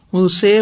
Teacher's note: امالا سے مراد الف کو یا کی طرف مائل کرنا مائل کریں گے پورا ای نہیں پڑھیں گے اے پڑھیں گے ٹھیک ہے منہ سے پڑھیں گے منہ سی نہیں پڑھیں گے